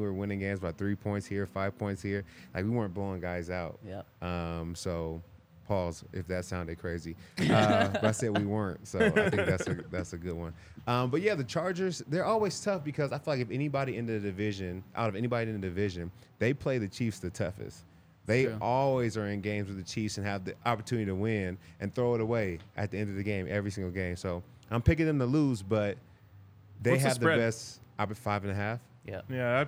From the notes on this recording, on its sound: coming to you LIVE from the DNVR Bar